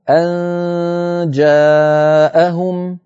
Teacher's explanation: أرجو أن تنتبه إلى عدم تفخيم النون المخفى، يعني لما تقول أن جاء ولا تقول ليس هناك تفخيم، لأن النون مرققة والجيم التي بعدها مرققة